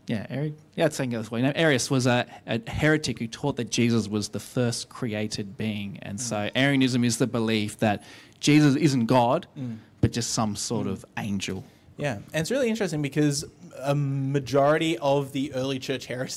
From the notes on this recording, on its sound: recorded live at our 10am Sunday Service